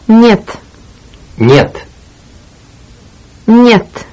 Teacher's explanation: The Russian letter Е, which is sometimes represented as Ye, makes us pronounce the N sound like in the word onion.